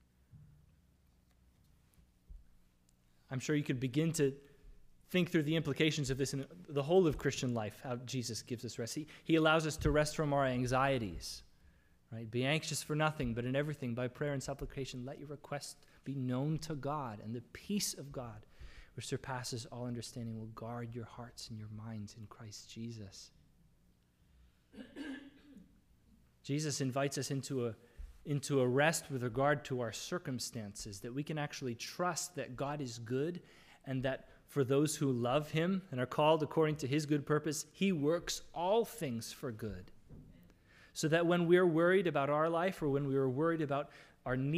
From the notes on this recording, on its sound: This is the audio from the entire service.